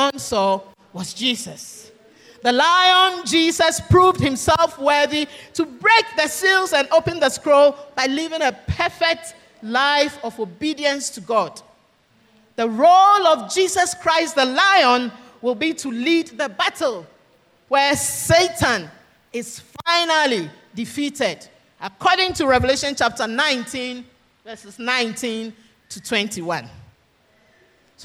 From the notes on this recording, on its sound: Sermon preached at CBC Adabraka Campus